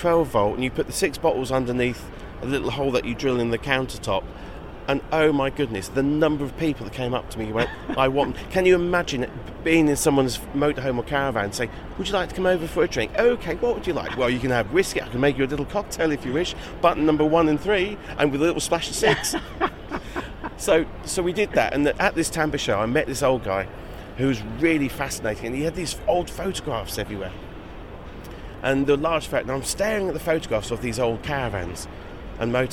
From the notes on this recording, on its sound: February Caravan, Camping and Motorhome Show 2022. Recorded on the floor of the show with no chairs available to sit. Hit ‘stop’ on the recorder before the painful groans as they both tried to stand up again.